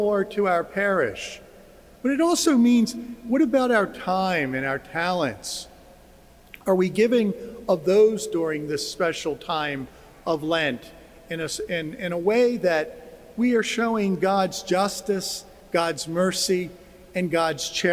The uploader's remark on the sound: Joseph Cathedral. This recording is of the homily he delivered during Mass. It was spoken just before the distribution of ashes.